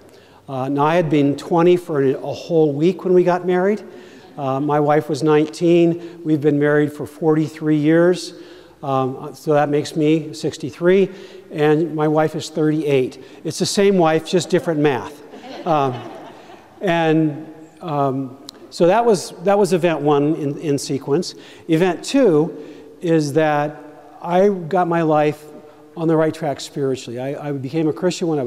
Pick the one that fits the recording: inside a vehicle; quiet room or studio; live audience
live audience